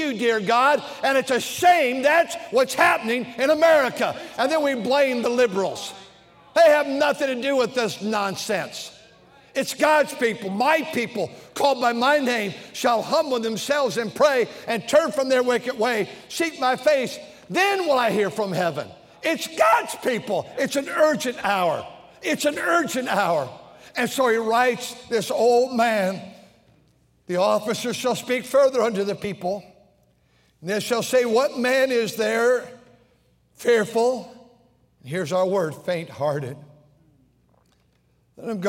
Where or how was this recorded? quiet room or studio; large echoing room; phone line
large echoing room